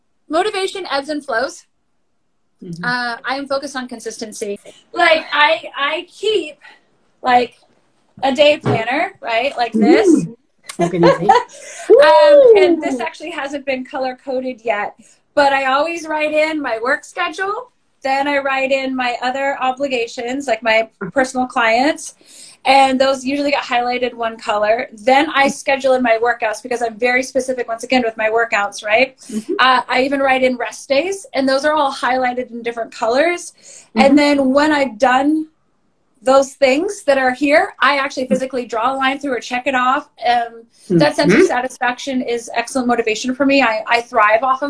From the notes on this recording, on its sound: I would like to share the recordings from these IG live sessions